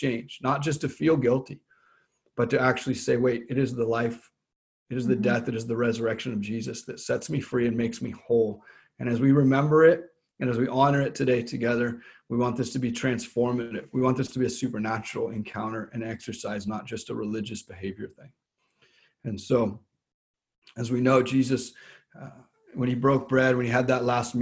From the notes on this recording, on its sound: Zoom Church.